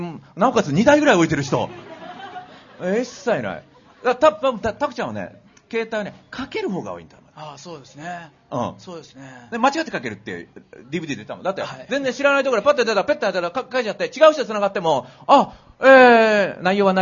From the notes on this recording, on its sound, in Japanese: 公開収録イベント。TSUTAYA TOKYO ROPPONGIにて開催しました。